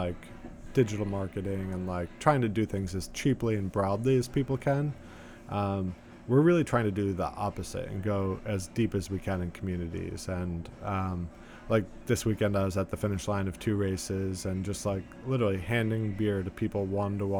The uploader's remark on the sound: recorded in New York City at the Arts and Craft Bar